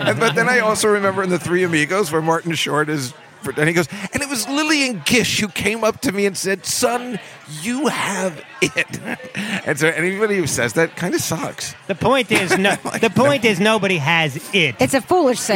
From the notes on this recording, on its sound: LIVE from the legendary Comic's Table at the legendary Comedy Cellar in the West Village in New York City